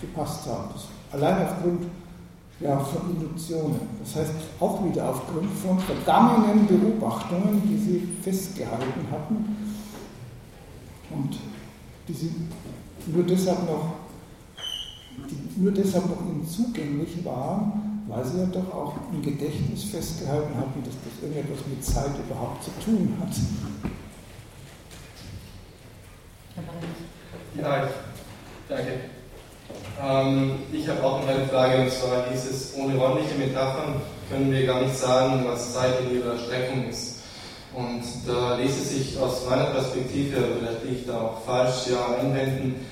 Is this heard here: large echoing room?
yes